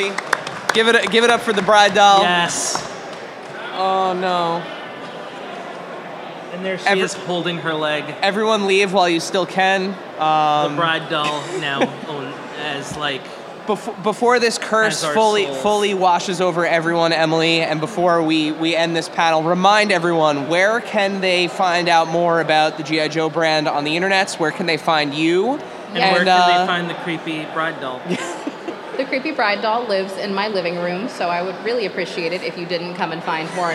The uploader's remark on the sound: We recorded our first ever live episode of the pod at Zapp Con. In this special LIVE edition of Adventures in Collecting.